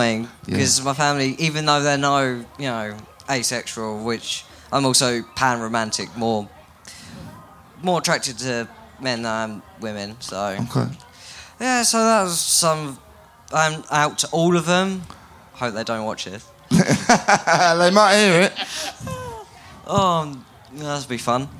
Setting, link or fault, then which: setting, live audience